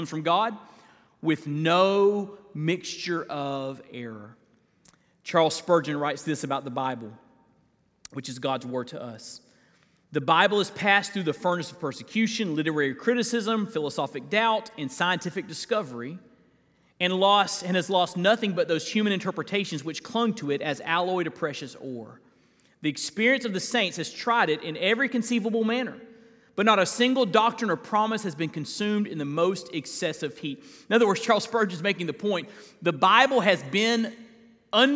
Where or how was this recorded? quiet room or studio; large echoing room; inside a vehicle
large echoing room